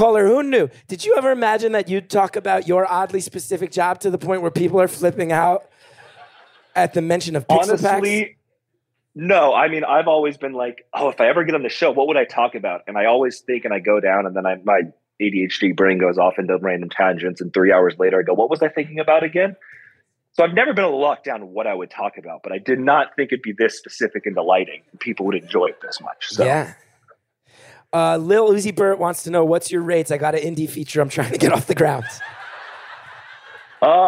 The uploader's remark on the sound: Live from Asheville